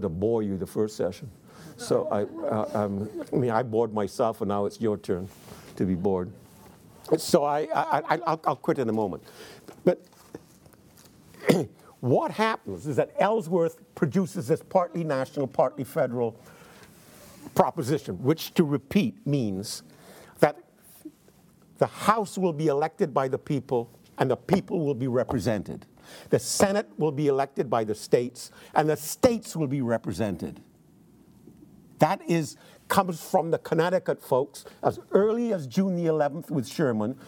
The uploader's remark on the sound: in front of a teacher audience